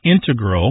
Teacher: you mainly hear integral, with the stress on the first syllable, among mathematicians and specialists in scientific fields that use a lot of math.